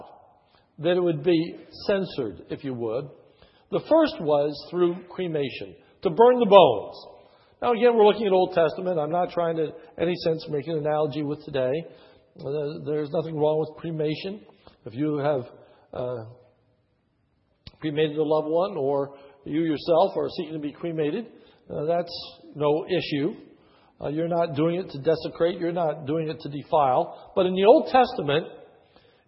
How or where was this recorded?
large echoing room